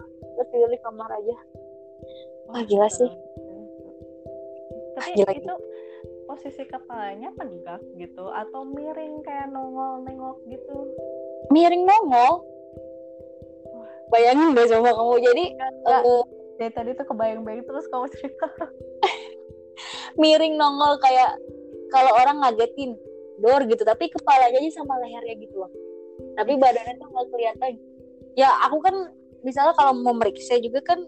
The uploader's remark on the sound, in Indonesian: ini audionya gatau kenapa kayak gini ga ngerti lagi tapi ya maklumin ya temen-temen, baru memulai